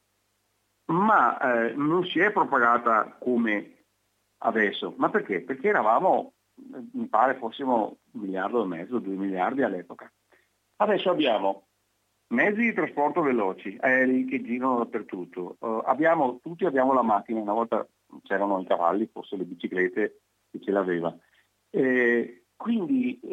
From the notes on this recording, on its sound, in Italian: intervista al telefono